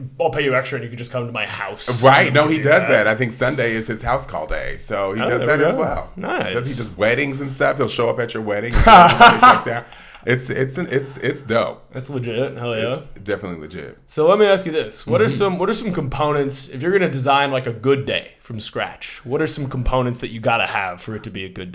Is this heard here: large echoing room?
no